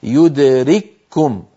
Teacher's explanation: فالكاف الأولى ساكنة فأدغمناها في الثانية فصار النطق بكاف مشددة · Term: الإدغام الكامل